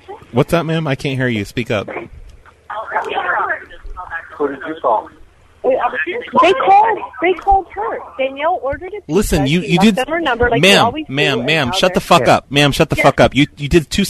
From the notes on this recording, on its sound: Prank Phone Calls.